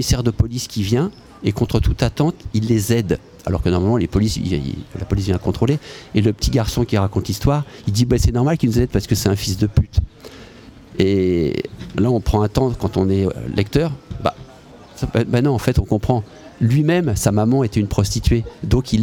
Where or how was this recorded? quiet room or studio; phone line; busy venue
busy venue